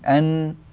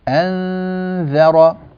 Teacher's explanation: والنون هنا خفية مستورة غير ظاهرة · Shown in: second take · Term: الإخفاء